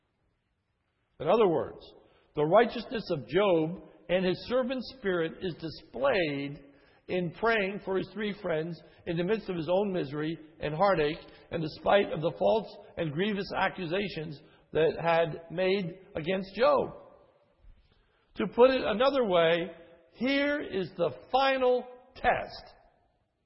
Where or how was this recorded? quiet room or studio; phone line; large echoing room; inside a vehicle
large echoing room